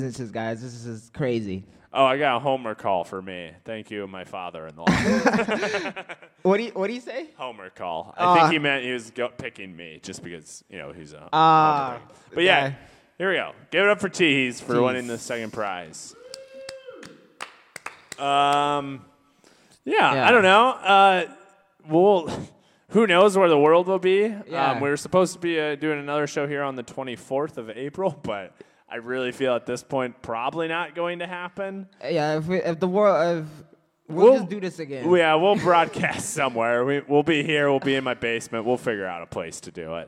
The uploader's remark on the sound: This episode was recorded on 3/22/2020 at Teehee's Comedy Club in Des Moines, Iowa!